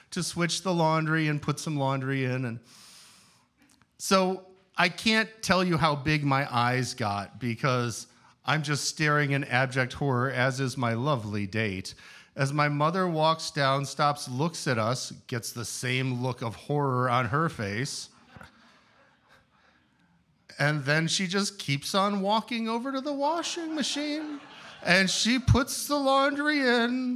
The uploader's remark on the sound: Where we feature select stories from our monthly open mic storytelling events in York, Pennsylvania. Ten storytellers shared their stories with our audience at Archetype Pizza in downtown York.